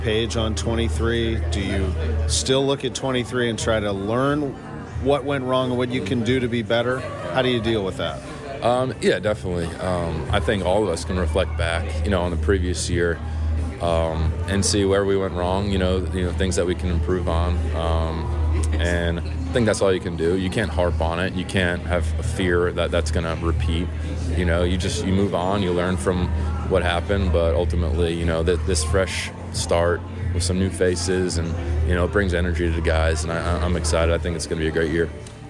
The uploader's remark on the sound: live from Cardinals Care Winter Warm Up at Ballpark Village.